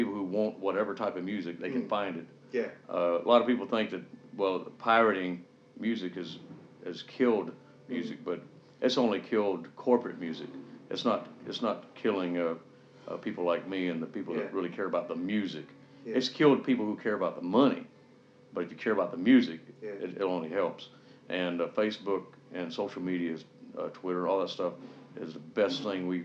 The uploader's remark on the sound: interviewed prior to his performance at The Cluny